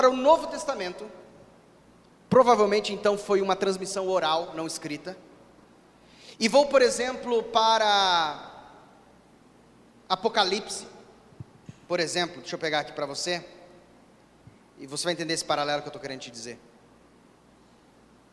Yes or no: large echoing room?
yes